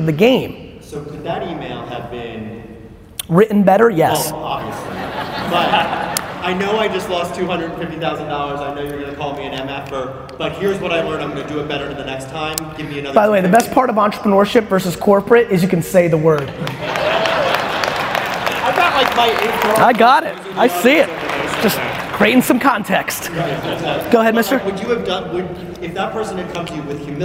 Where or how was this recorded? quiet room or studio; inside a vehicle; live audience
live audience